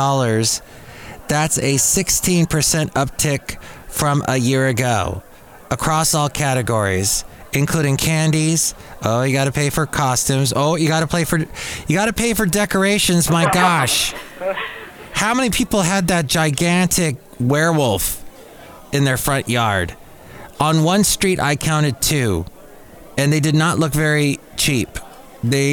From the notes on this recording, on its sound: podcasts live from Café Anyway